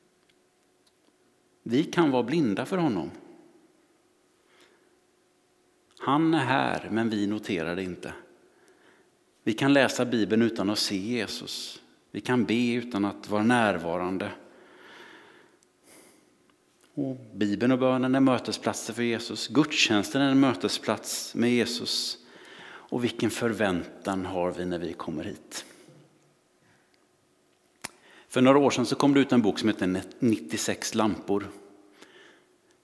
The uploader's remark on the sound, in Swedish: Inspelning från Immanuelskyrkan Skövde.